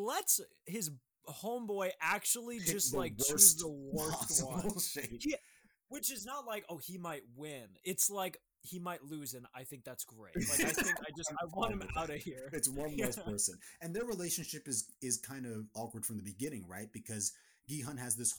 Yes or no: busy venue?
no